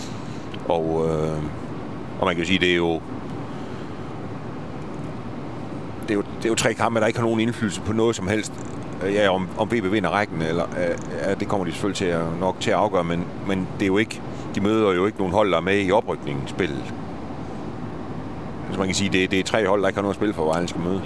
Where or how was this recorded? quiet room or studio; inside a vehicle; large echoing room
inside a vehicle